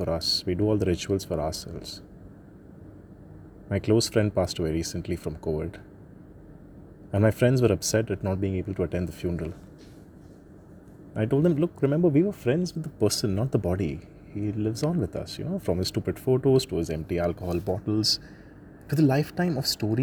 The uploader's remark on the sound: In this first episode from the roof of my terrace I talk about how the city of Mumbai and Marine Drive now wears a silent look at night broken only by the sound of the occassional ambulance.